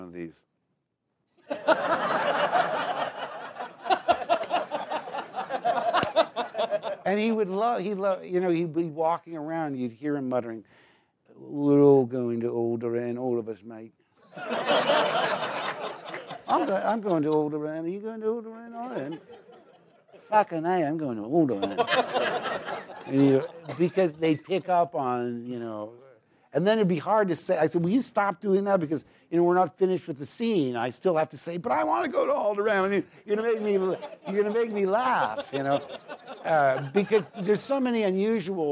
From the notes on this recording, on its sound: recorded this in front of a live audience